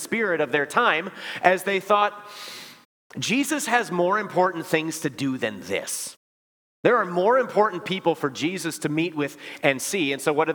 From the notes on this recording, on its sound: Preached this sermon at Bethany's Sunday worship on October 15, 2023. Bethany, Appleton, WI.